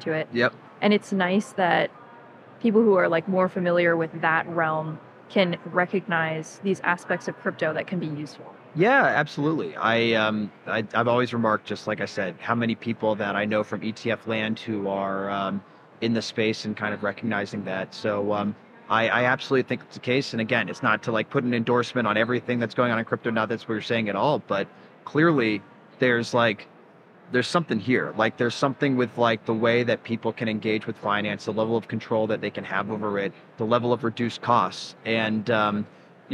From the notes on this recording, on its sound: Live from Consensus 2023